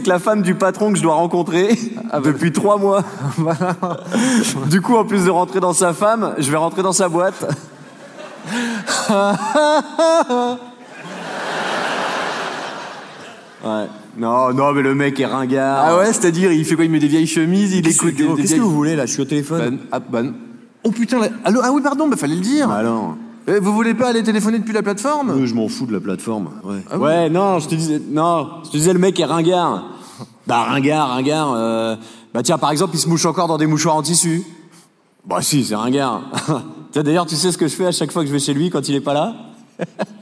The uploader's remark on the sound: Montreux Comedy Festival 2023.